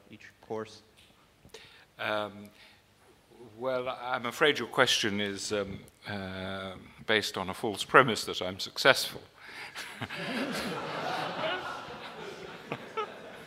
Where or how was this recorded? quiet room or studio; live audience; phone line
live audience